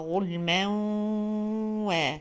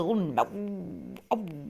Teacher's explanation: عايزاكي تأتي ب 50% من الهواء من الفم و50% من الخيشوم · Shown in: first take · Term: إدغام ناقص